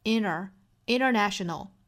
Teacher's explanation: NT 的字母组合后面遇到元音的时候可以把中间的这个字母 T 给省略掉